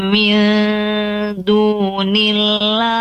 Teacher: Nun sukun atau nun mati bertemu dengan huruf dal, ya. Ikhfa, dibaca samar.